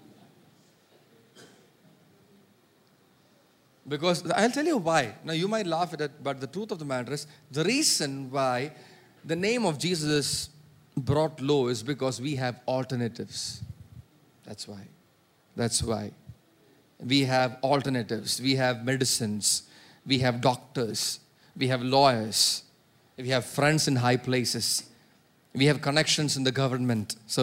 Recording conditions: large echoing room